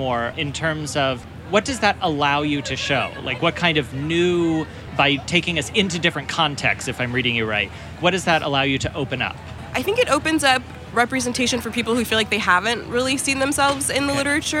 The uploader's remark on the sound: It's our second show from the Los Angeles Times Festival of Books at USC